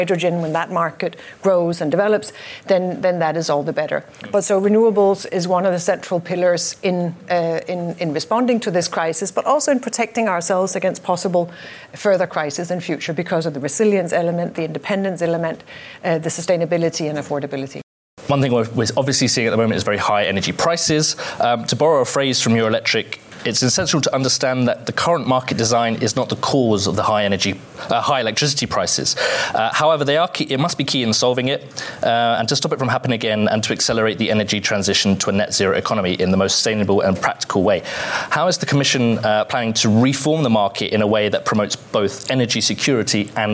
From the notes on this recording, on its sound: Live recording of the Watt Matters podcast, hosted at Eurelectric's offices in Brussels, with support from Siemens and Linde.